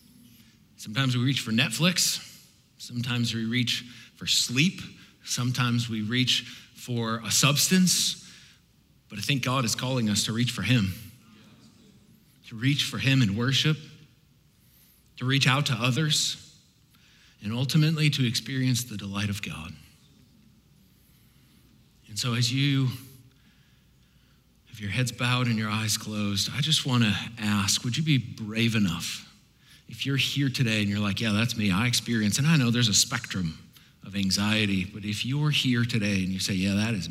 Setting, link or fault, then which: setting, live audience